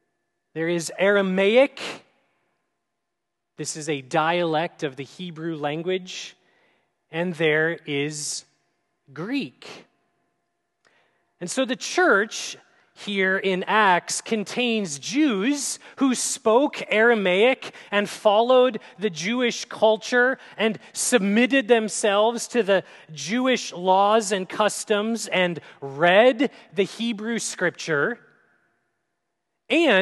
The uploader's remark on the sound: at Grace City Church in Fargo, North Dakota